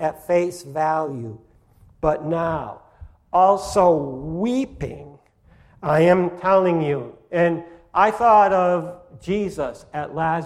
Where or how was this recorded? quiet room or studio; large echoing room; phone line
large echoing room